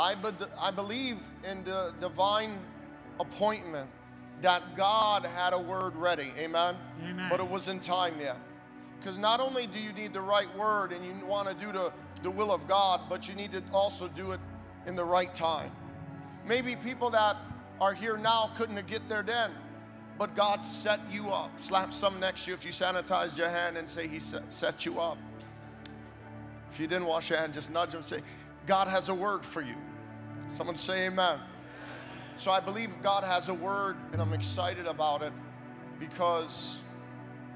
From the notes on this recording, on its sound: Recorded in Hollywood, FL at Kingdom Of GOD Ministries on 03/09/2023